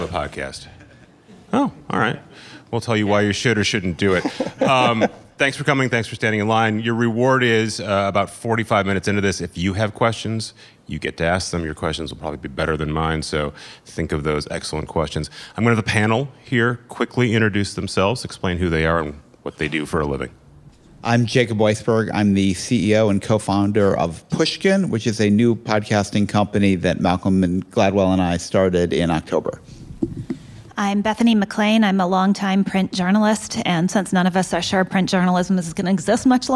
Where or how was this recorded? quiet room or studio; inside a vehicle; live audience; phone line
live audience